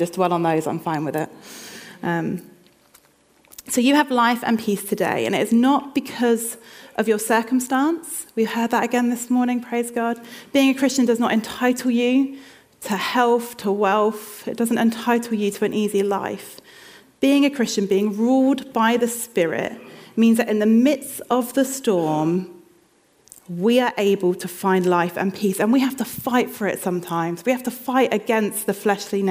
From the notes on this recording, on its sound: This sermon was recorded on Sunday 22nd October 2023 at our Putnoe venue.